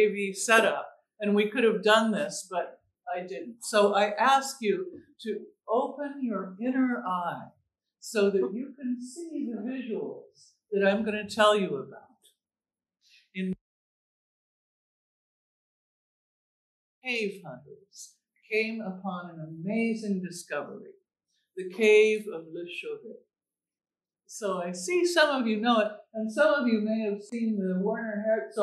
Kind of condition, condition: setting, large echoing room